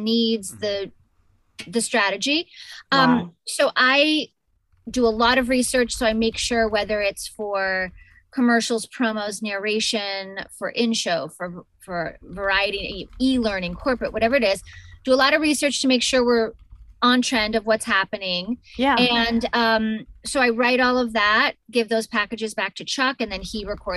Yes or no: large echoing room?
no